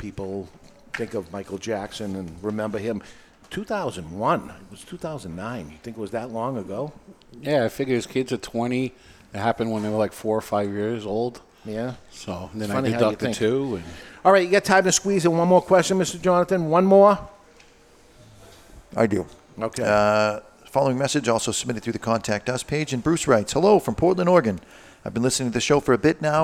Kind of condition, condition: setting, live audience